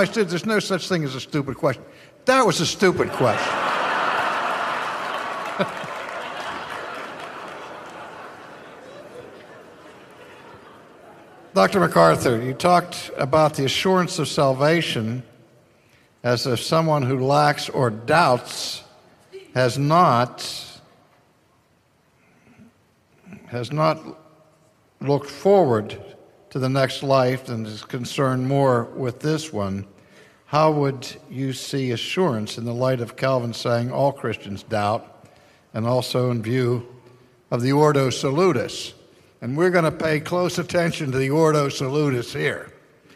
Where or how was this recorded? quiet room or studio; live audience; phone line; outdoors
live audience